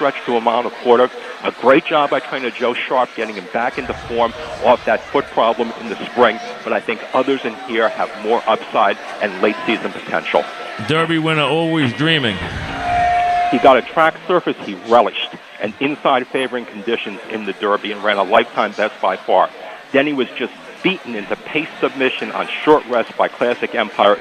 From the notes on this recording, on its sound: live at Bar